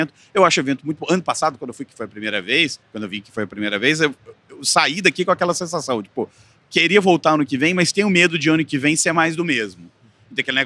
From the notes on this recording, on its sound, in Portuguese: Gravado diretamente do Web Summit em Lisboa